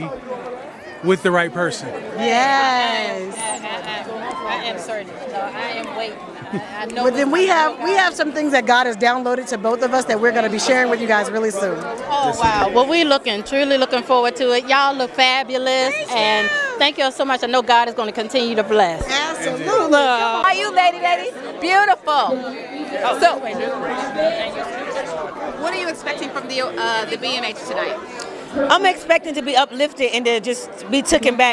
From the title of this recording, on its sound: Black Music Honors 2023 - Live Interviews